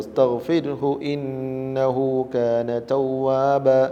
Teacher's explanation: ഇന്നഹു എന്ന ഹായിനെ നീട്ടുന്നത് അതിൻ്റെ മുമ്പും ശേഷവും ഹരക്കത്തുള്ളത് കൊണ്ടാണ്. വസ്തഗ്ഫിർഹു എന്നതിൽ റായിന് സുക്കൂനാണ്, പിന്നെയാണ് ഹാ വന്നിട്ടുള്ളത്. അപ്പോൾ അതുകൊണ്ട് അവിടെ ഒരിക്കലും നീട്ടേണ്ടതില്ല.